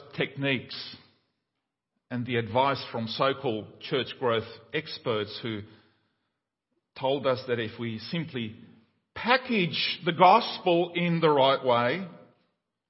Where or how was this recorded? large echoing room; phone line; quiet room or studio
large echoing room